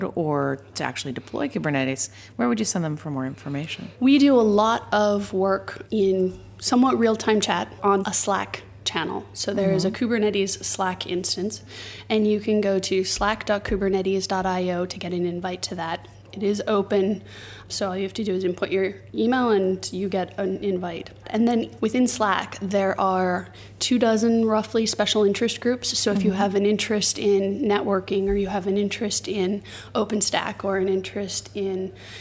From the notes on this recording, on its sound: joins us live from OpenStack Summit in Barcelona